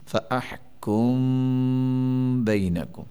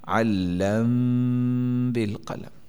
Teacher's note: تو احکموا بینکم میم ہے با ہے، میم کے بعد با آ گئی، اور دوسری شرط میم متحرک کے بعد ہے کومو، شرط پوری ہوگی تو ہم اس میم کو ساکن کر کے اخفاء شفوی کریں گے